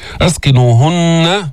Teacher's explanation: لابد من بيان الغنة في النون المشددة